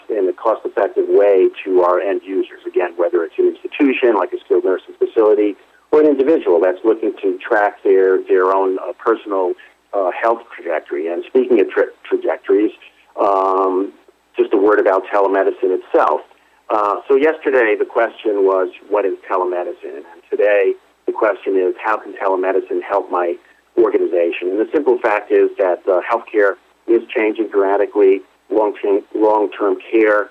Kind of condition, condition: link, phone line